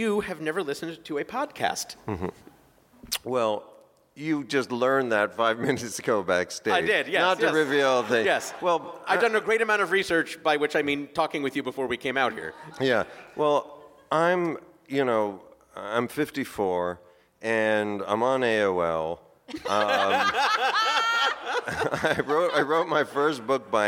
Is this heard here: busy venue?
yes